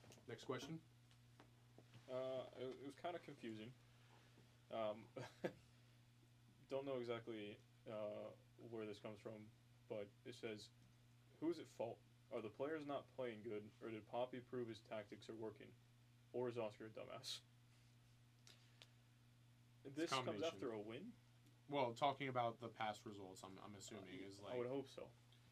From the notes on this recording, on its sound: The audio quality is not as good as it usually is. Having to use the fan reacts mic until we get the new soundboard.